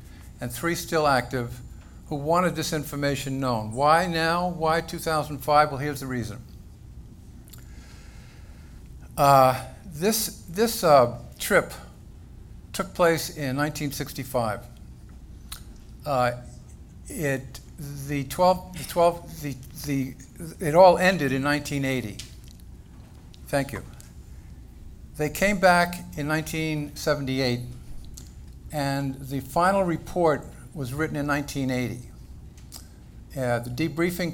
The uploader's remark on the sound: This lecture was recorded at the 2015 Alien Cosmic Expo in Brantford, Ontario by The Digital Broadcast Network, a division of REL-MAR McConnell Media Company.